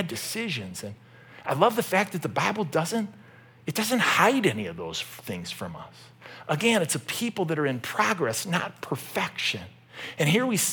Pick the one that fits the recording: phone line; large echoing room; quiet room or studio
large echoing room